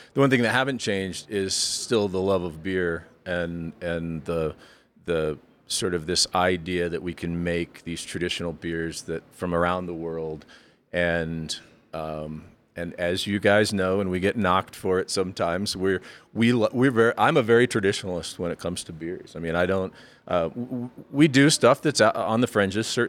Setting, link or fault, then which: setting, busy venue